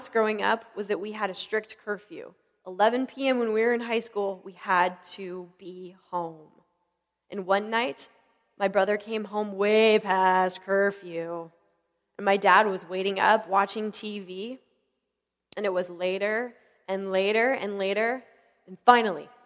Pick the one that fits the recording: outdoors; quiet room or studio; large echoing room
large echoing room